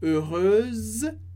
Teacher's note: A diferença está no S do heureuse, o som de Z no final.